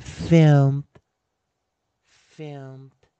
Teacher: 因为 m 它是一个浊辅音，所以 e d 要念的要浊化